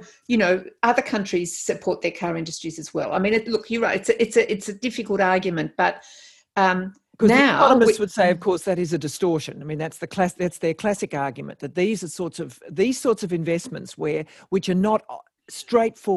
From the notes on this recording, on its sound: Live Recording. This conversation was recorded online during the Covid-19 crisis.